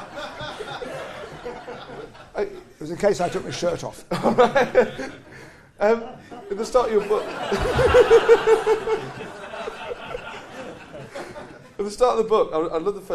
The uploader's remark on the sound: Recorded live at St James Theatre.